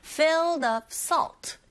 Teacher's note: filled의 d 사운드가 아주 약하게 들리게 되죠.